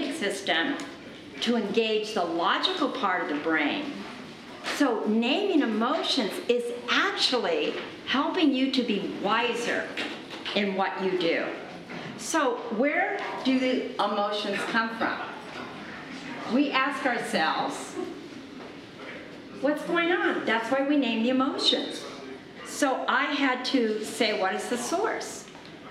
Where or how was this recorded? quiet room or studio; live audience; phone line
live audience